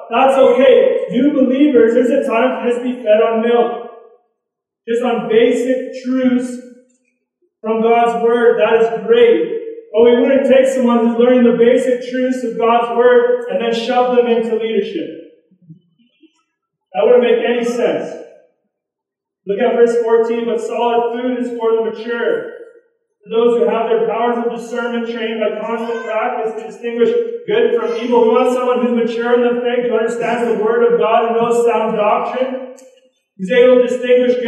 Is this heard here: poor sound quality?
yes